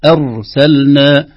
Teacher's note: لقد أرسلنا، أرسلنا في كلمة أرسلنا حرفان ساكنان لابد من ظهورهما، الأول هو الراء، أرسلنا وتحذر أن تقلقل، أن نقول أرسلنا هذا خطأ، أرسلنا بسكون الراء وعدم تحريك اللسان حركات كثيرة في محله